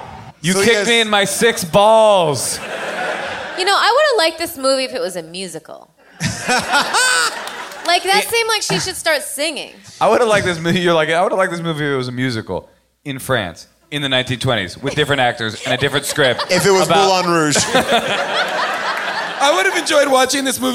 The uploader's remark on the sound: Recorded LIVE from the world famous Largo at the Coronet in Los Angeles. A real veterinarian from the audience answers the question of the night.